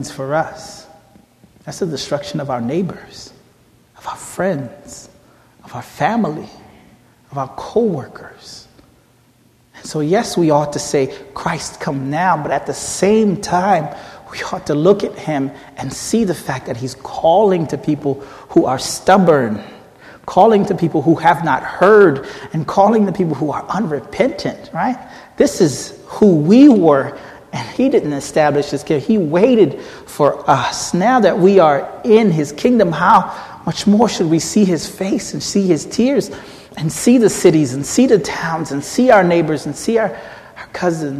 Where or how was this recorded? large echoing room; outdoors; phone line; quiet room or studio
large echoing room